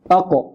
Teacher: نقول فيها صفة الشدة، صفة الشدة، وهي انحباس الصوت